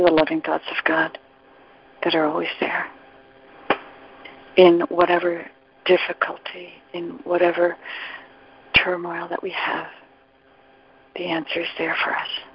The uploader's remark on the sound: ACIM Daily Conference Call